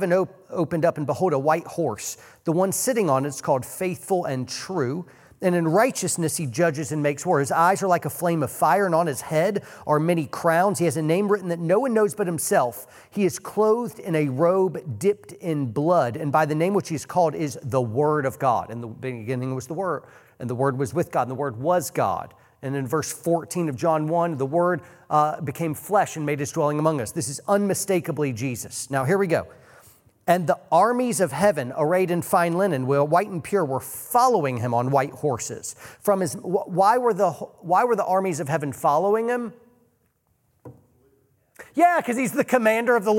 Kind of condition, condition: setting, live audience